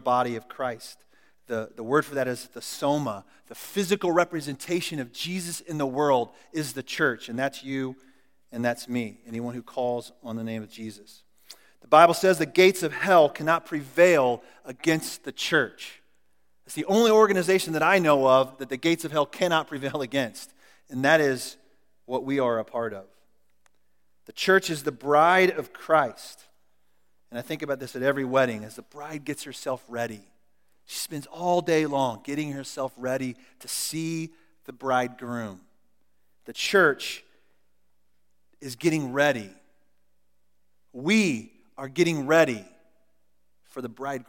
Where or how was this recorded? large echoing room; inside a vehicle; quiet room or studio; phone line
large echoing room